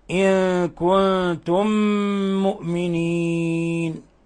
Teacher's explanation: إن كنتم مؤمنين، ميم ساكنة مع ميم متحركة، الحكم التجويدي إضغام مثلين صغير، ندغم الميم الأولى في الميم الثانية مع غنة من الخشوم. ومؤمنين تقدم كثيرا أن هذا عارض للسكون حالة الوقف، وأنه يقصر ويوسط ويمد.